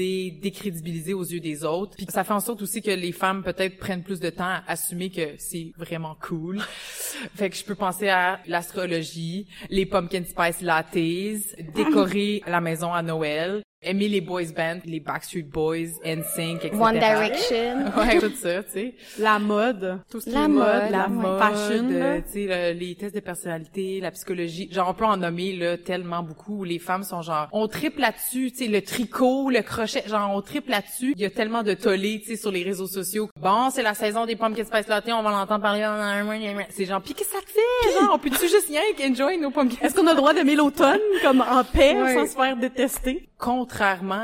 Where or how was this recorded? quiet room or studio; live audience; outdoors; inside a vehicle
live audience